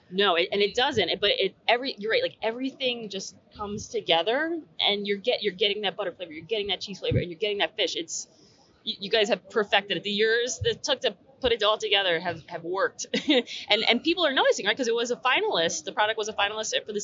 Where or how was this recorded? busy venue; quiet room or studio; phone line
busy venue